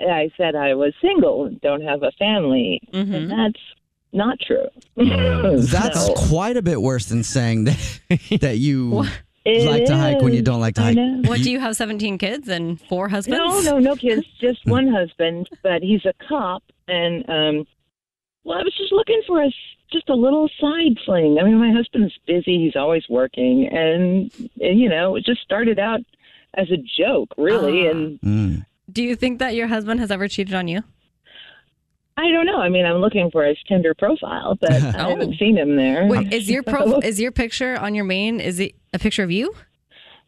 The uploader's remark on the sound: A Phone Prank